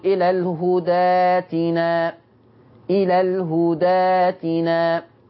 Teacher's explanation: لما توصل الهدى بأتينا هتتقلب الهمزة دي ألف